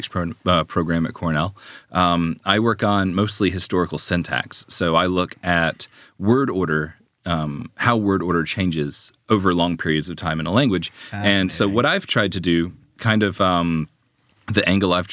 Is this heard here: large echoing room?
no